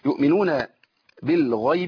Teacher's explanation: الغين هنا في اعلى مراتب التفخيم بتاعتها، يبقى اقول ايه بالغا ما اقولش بالغيب، بالغيب لا.